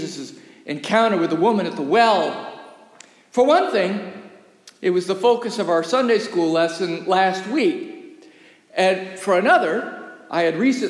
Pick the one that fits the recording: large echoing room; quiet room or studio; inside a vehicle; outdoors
large echoing room